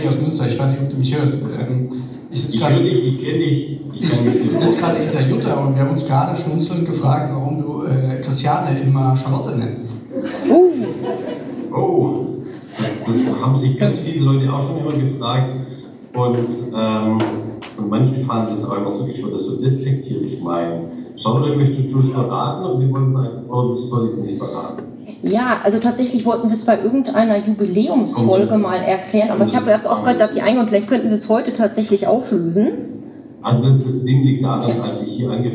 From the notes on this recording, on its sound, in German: Bei der diesjährigen Tagung der deutschen Gesellschaft für Pathologie. In Münster stattfand. In dieser Folge hört Ihr den Live-Mitschnitt von unserem Talk.